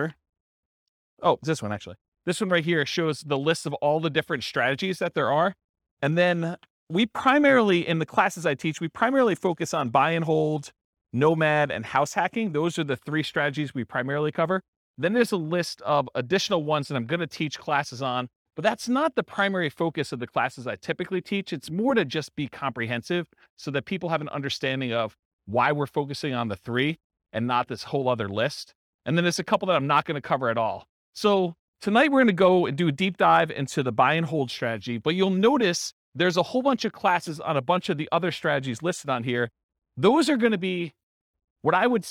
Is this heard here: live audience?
yes